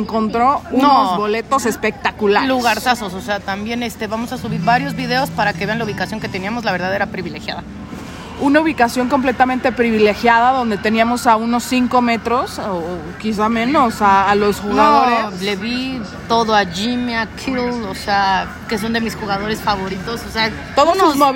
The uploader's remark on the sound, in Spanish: Nuestras impresiones en vivo y en directo desde el estadio azteca 49ers vs Cardinals.